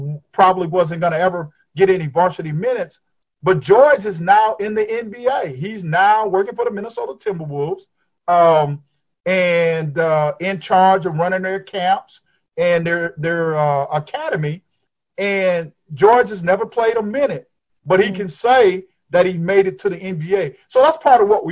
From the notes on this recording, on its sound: Over Zoom.